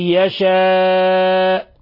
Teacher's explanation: ويجوز روم هذه الضمة، يعني الاتيان ببعض الحركة، يشاء بحيث الجزء الذاهب أكثر من الجزء الباقي.